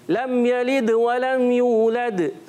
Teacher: دال میں قلقلہ ہو رہا ہے آواز لوٹ کر آ رہی ہے